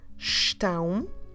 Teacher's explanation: Vocês estão. At the end we have this very typical Portuguese diptongue, nasal, A-O, with a teal on the A. · we do the sound aum. Close your lips at the end, aum.